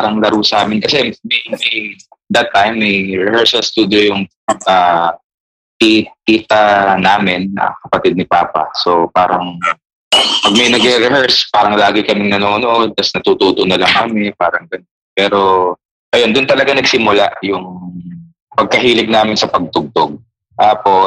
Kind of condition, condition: fault, poor sound quality